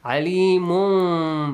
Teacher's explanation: Change the sound of tanween to a hidden meme sound. Yes. We don't hide the sound of noon. · Term: Iqlab